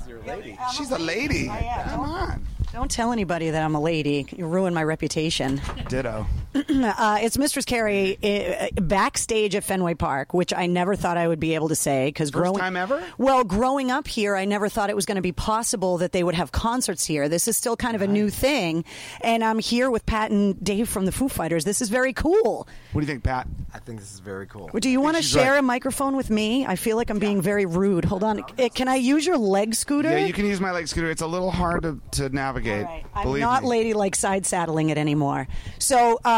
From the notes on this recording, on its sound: from backstage at Fenway Park in Boston in the summer of 2015